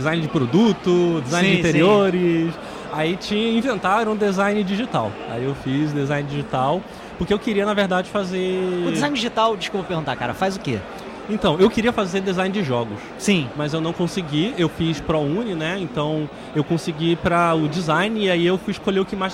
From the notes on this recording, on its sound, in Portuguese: Neste episódio gravado diretamente da Retrocon 2023.